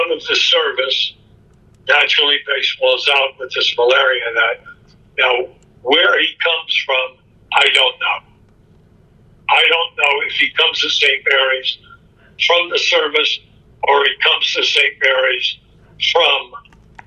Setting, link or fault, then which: link, phone line